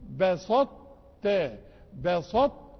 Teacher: بسطت، بسطت، بادغام الطاء في التاء